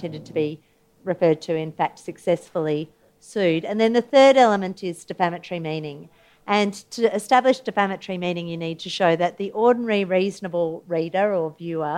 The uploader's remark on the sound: Live Panel